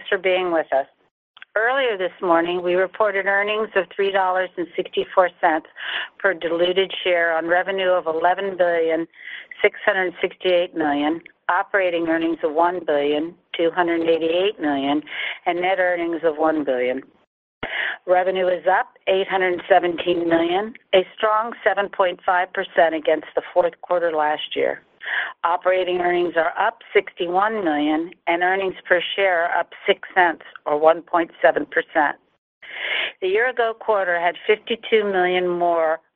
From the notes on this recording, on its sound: General Dynamics's Q4 2023 earnings call, unedited